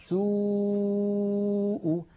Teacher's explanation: هذه الواو عندما تخرج نلاحظ بأن الصوت لا يعترضه جزء من الفم حتى نقول إن هذا المكان هو مخرج الواو.